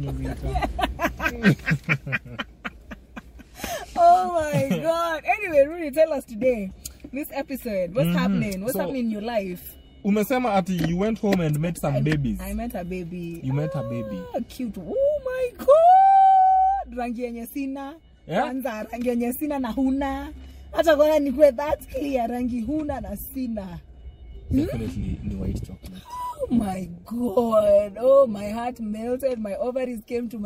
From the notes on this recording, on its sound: a conversation in the car